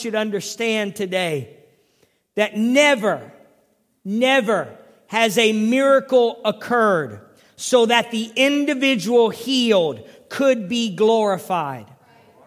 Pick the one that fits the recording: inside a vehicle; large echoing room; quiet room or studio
large echoing room